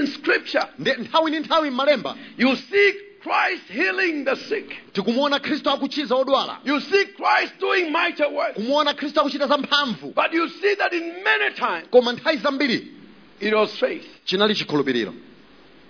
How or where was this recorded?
large echoing room